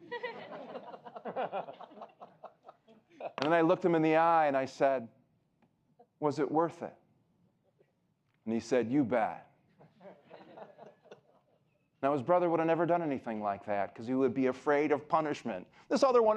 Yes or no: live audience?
yes